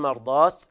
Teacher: وكلمة مرضاة الوقف عليها بالتاء الساكنة